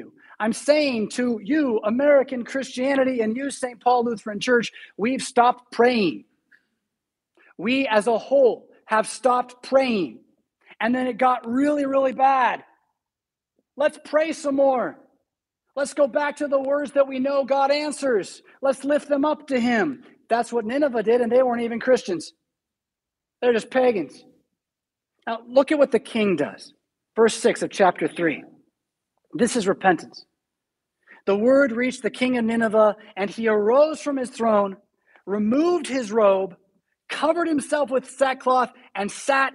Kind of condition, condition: setting, large echoing room